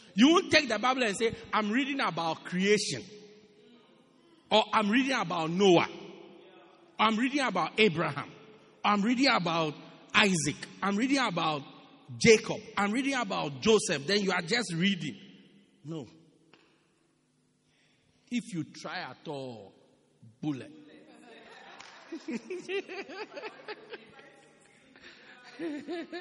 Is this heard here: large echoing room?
yes